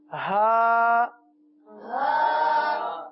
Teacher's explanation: حلق کا جو سب سے نیچے والا حصہ ہے، یہاں سے اس حرف کو ادا کریں گے